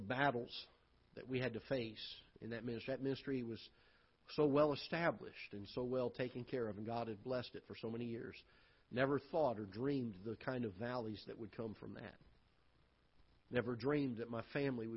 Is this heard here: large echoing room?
yes